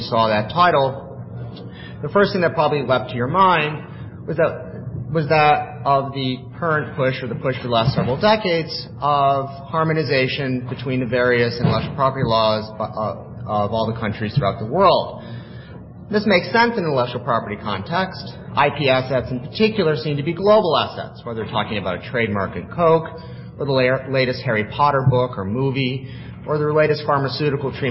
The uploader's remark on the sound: Presented this panel discussion at the 2007 Annual National Lawyers Convention on November 17, 2007. The Federalist Society's Intellectual Property Practice Group presented this panel discussion at the 2007 Annual National Lawyers Convention.